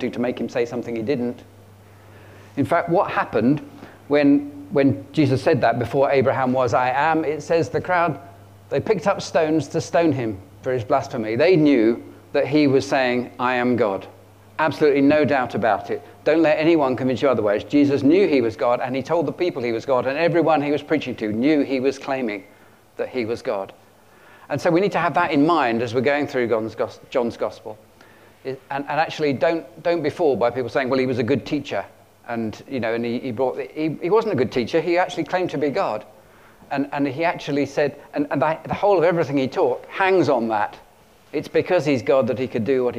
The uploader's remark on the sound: at King's Church, Cockermouth, as an audio file